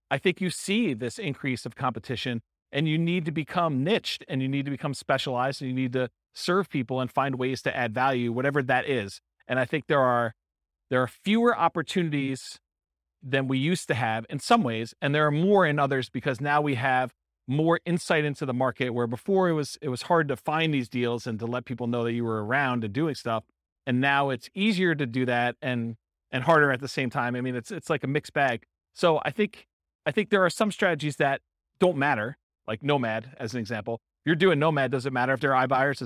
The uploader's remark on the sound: This was a live class recorded